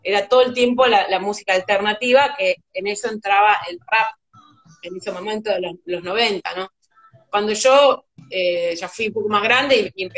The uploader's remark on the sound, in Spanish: Audio extraído de IG LIVE